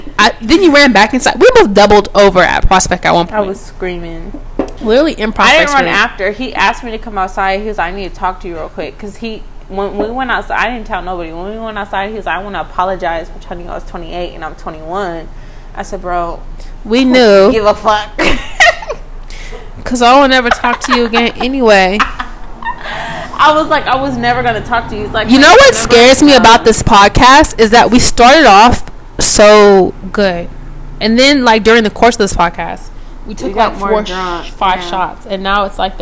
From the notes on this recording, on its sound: We know we are too close to the mics.